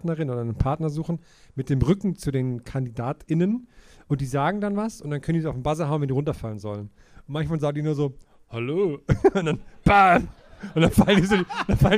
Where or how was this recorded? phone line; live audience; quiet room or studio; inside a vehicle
live audience